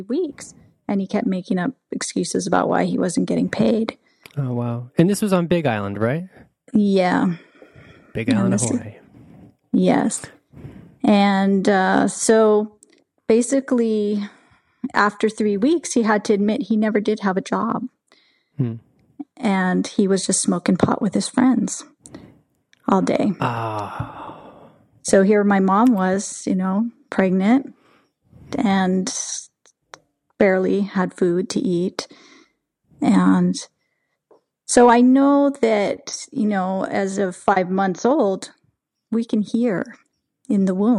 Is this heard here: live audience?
no